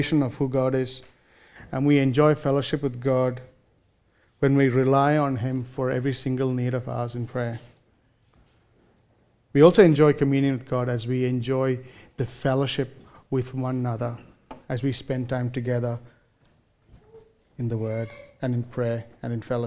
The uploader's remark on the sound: recorded live at Grace Community Bible Church